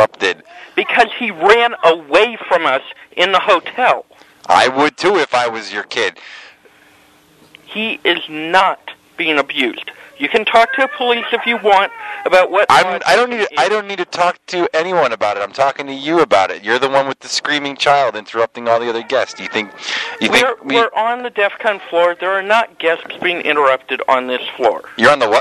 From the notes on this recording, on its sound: Prank Phone Calls